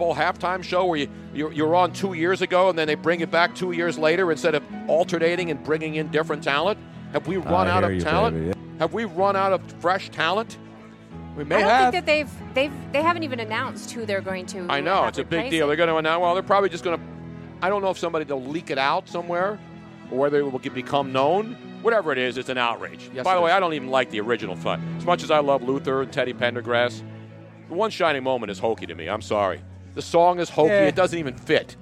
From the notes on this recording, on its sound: live from Nick's Place in Houston!